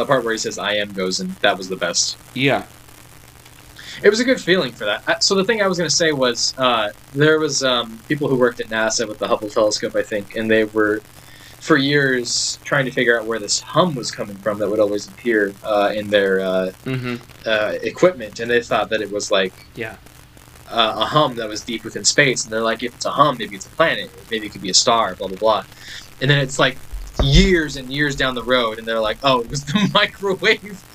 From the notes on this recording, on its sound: Once again the audio is ass, unfortunately